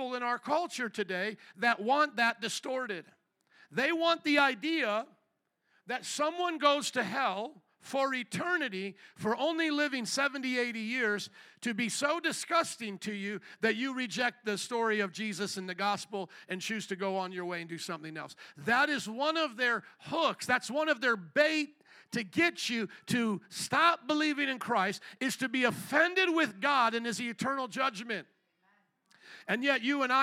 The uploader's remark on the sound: Second Service // Easter Sunday 2023 - Audio